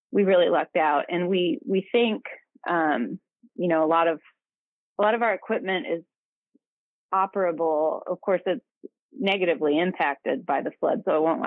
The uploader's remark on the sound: Spoke to WFHB News over the phone earlier this afternoon.